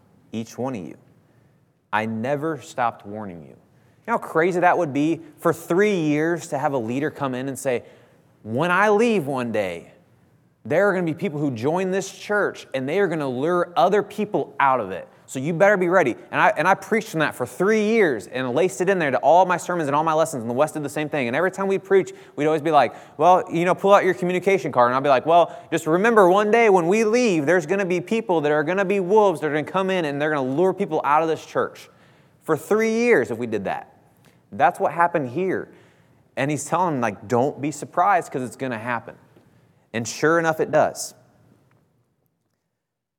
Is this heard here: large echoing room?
yes